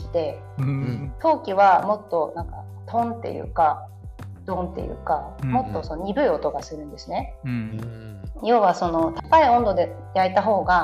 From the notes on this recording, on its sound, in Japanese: 機材不良のため、定期的に雑音が入りお聞き苦しい箇所がございます。